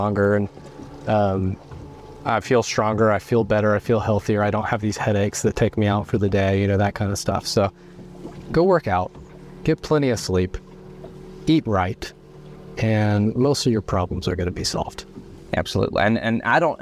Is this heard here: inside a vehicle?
yes